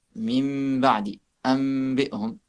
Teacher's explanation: il n'y a ni idhar, ni idram. On ne fait pas d'idram, ni idhar, mais il y a une runna quand même.